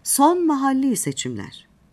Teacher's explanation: Mahalli sözcüğünde ikinci A ince, i ise uzundur.